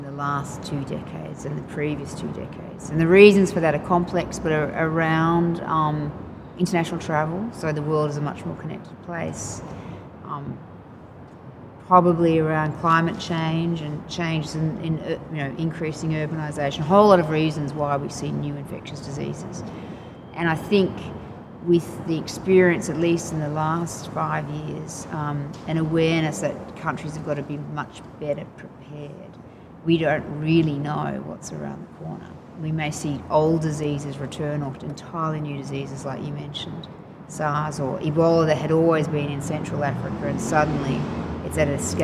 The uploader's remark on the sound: recorded in July 2018 at the International AIDS Conference in Amsterdam